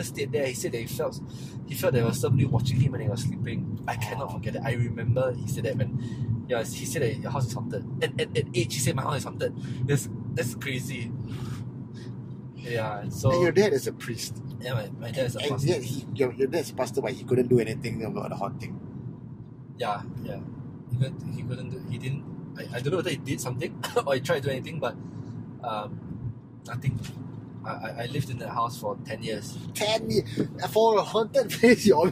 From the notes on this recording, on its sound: This recording was done in his car while we were driving around.